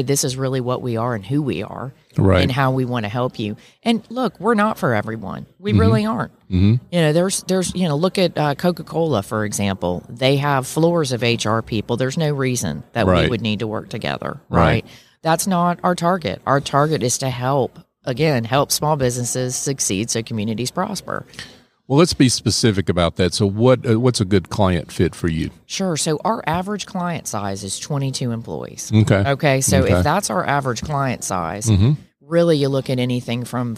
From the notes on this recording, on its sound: LIVE at the Business RadioX® remote at SOAHR 2023